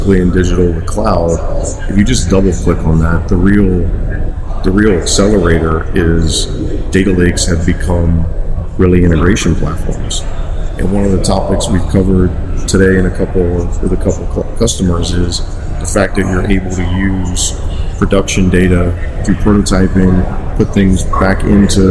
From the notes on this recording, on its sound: Today we're broadcasting live from the ARC forum here in orange in sunny Orlando, Florida.